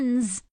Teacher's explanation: run の最後の音は n で有声音です。したがって同じ有声音の z とくっつき runs と発音します。